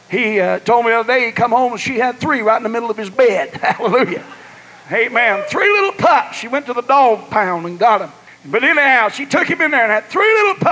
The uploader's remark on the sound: was preached in Ruidosa, New Mexico at the ALJC Texas District Western Camp